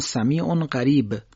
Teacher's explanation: مثلا سمیع اون قریب، اینجا تنوین به قاف رسیده، در اینجا باید نون تنوین در حقیقت اخفا بشه، یعنی به صورت مخفی ادا بشه